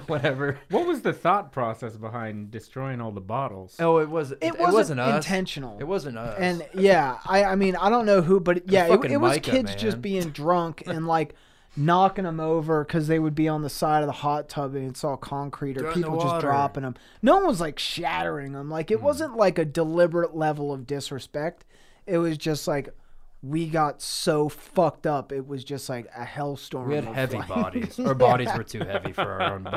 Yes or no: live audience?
no